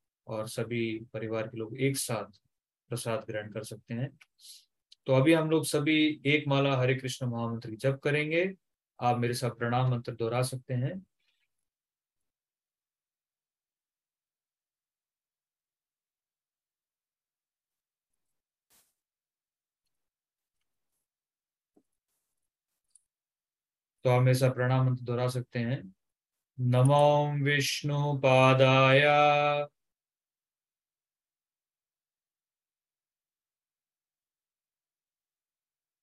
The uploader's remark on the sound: Zoom Online Session